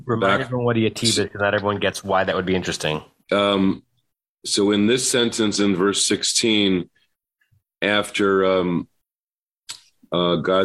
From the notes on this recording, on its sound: Facebook/Zoom